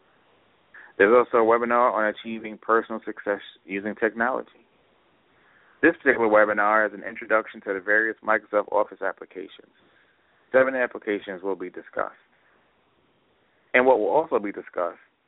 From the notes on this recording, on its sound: LIVE Call-In TABRadio Broadcast. A TABRadio broadcast live call-in show.